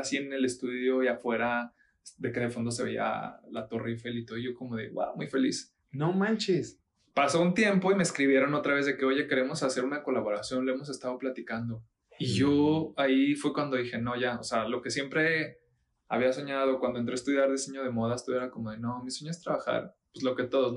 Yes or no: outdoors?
no